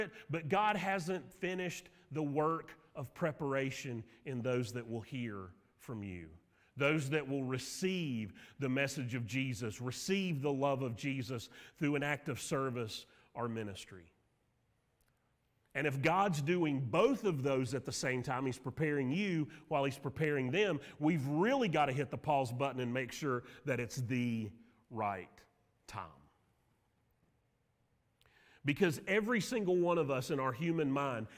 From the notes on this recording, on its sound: Sermon audio from Mission Church in Locust, NC.